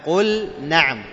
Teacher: نظهر اللام، نظهر هذه اللام عند نعم لأنها لام الفعل وحصل له إعلال وحذف وهو الألف، أصلها قال، أصلها قال، فلما حصل له إعلال قالوا أيضا لا ينبغي أننا ندغم اللام في ماذا، في النون، فيصير كالإعلالين، يصير كالإعلالين في الكلمة.